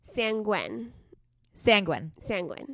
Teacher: I think the emphasis was on the first syllable